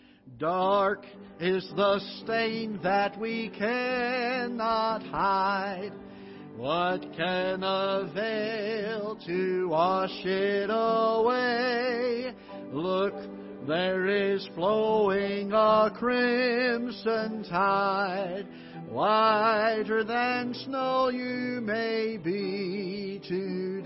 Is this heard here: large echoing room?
yes